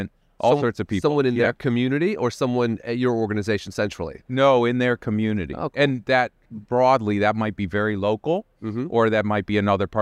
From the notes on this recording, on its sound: recorded at the ViVE 2023 conference in Nashville